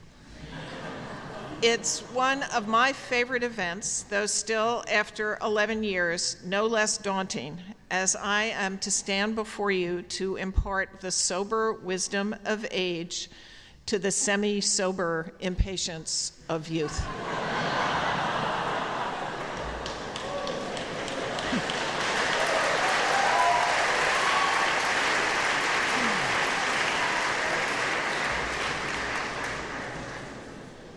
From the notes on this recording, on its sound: at the Baccalaureate service on May 22, 2018, at the Memorial Church of Harvard University